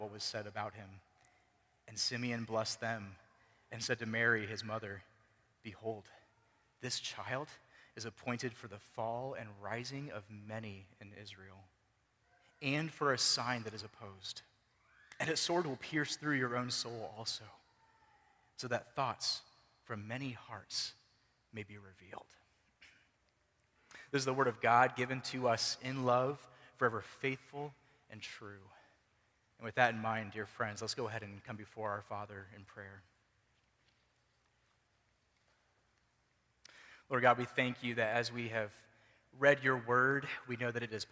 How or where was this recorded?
large echoing room